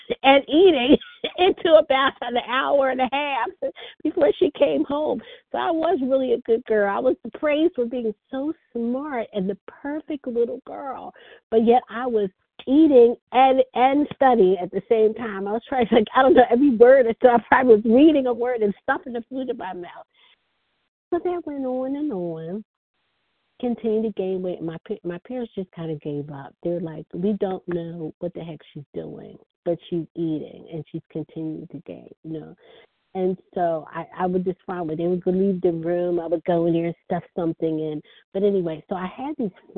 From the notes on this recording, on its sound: 100 Pounders Phone Meeting, 2/16/24.